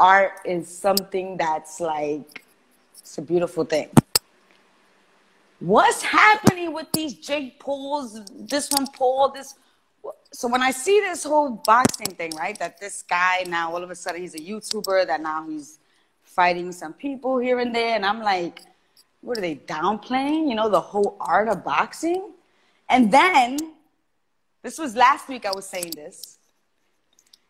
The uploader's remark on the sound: joined us on IG Live